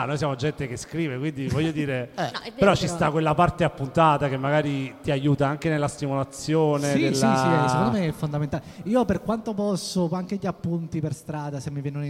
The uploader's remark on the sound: Live dal Foqus di Napoli